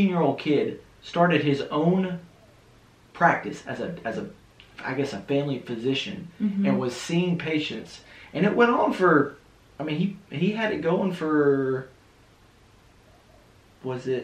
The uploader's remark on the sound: I had audio issues with the microphones so the audio is from the backup device. Apologies for the poor quality.